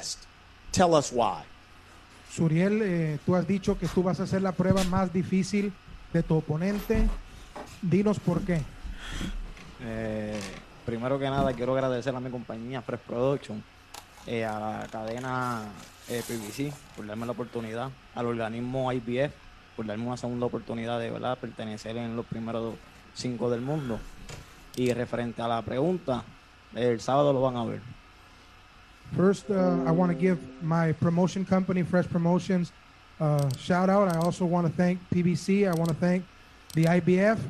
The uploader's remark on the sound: Press Conference.